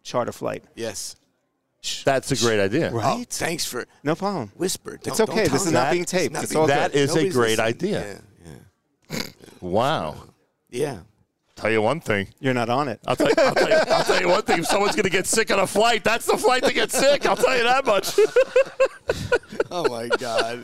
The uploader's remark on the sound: Live from 2023 NBN MedEx Event